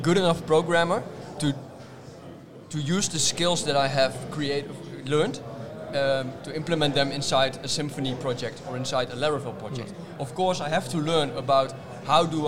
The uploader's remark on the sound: The second of three episodes recorded at PHPBenelux 2020.